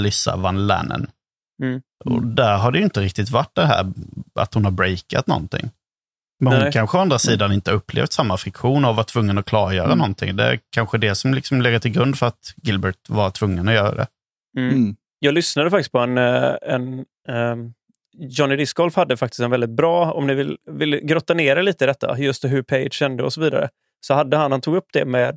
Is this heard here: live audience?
no